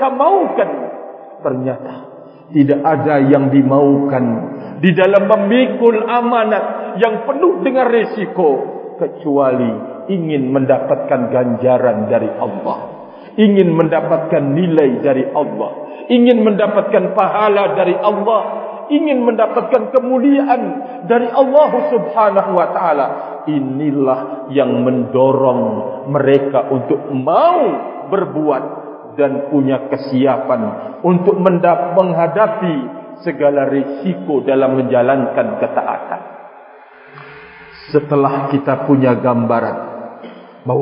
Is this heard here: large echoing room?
yes